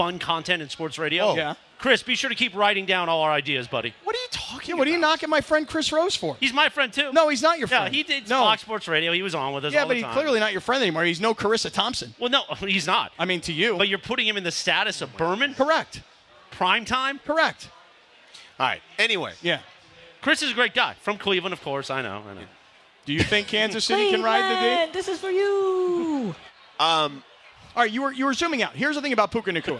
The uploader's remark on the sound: We’re LIVE from Yaamava Resort & Casino at The 909 Sports Bar!